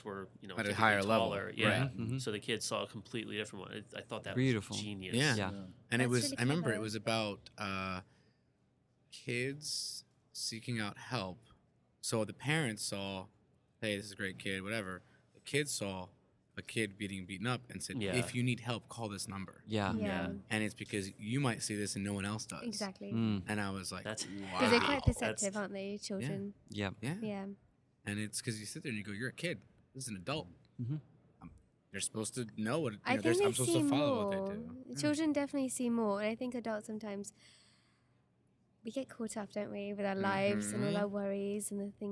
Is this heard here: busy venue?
yes